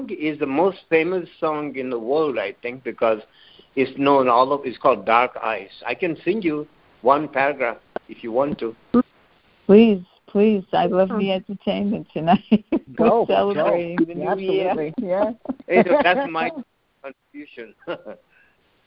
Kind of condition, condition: link, phone line